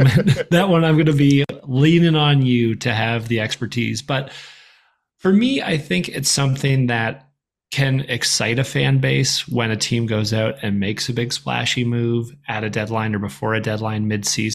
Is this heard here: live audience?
no